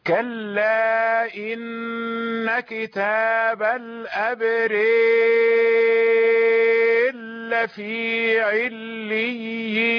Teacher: فالأبرار إمالة، وأدغمنا الراء في اللام، فلا يمنع هذا الإدغام الإمالة، فجمعنا بين الإدغام والإمالة لأن الإدغام عارض.